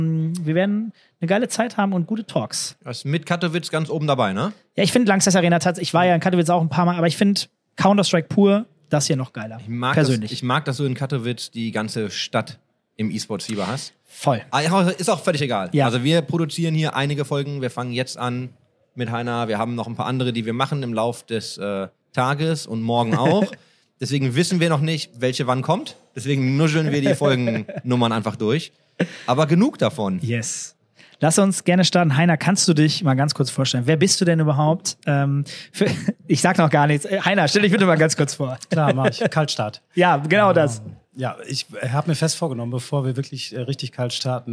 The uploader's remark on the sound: Live at IEM